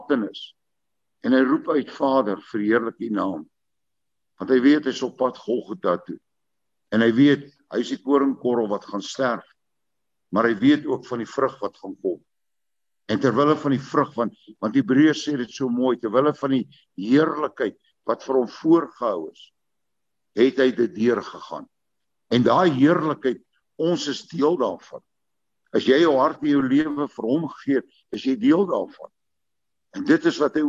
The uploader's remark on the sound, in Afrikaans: Manne van die Woord se Zoom Byeenkoms 31 Maar 2022